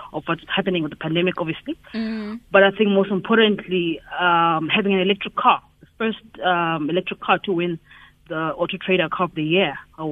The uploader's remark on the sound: GUEST (phone)